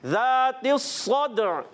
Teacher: اور صاد کو یہ ایکسٹرا موٹے حروف میں سے پر کریں گے، دال میں حرف قلقلہ ادا ہوگا کیونکہ ساکن ہے، آواز لوٹ کر آئے